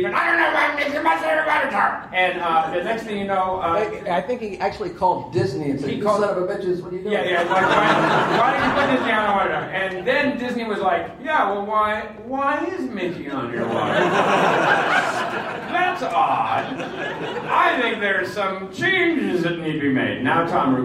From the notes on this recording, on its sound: panels at Twin Cities Con in Minneapolis from November 3-5, 2024